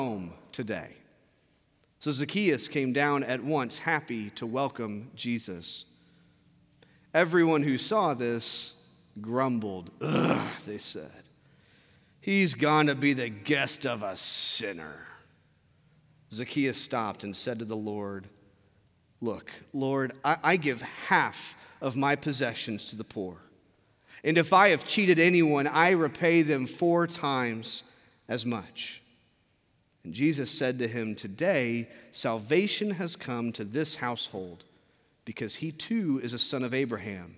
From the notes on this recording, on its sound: from our Traditional service in the Sanctuary